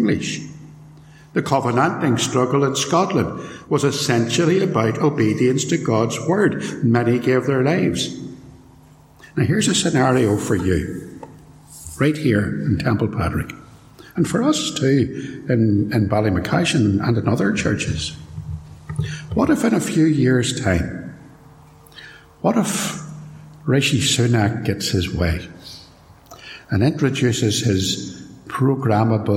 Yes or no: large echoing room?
yes